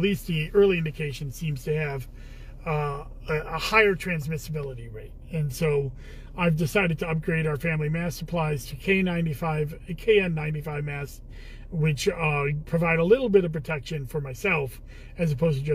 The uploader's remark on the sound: Commissioner in a Car